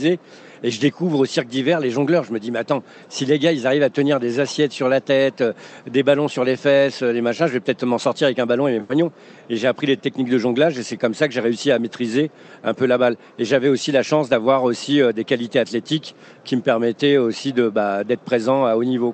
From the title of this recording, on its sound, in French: En direct du SIA